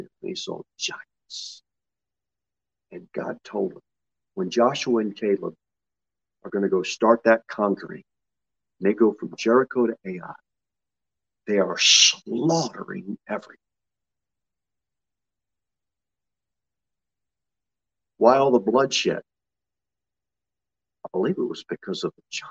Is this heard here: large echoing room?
yes